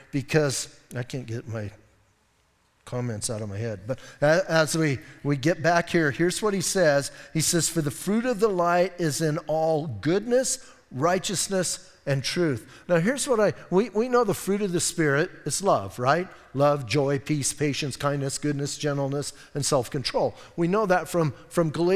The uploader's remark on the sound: Audio messages from Calvary Chapel in Sierra Vista